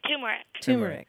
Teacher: usually people say it with the stress on the very first syllable